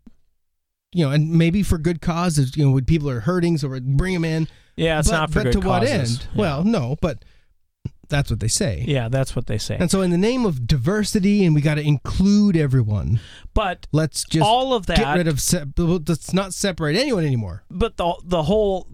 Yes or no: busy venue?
no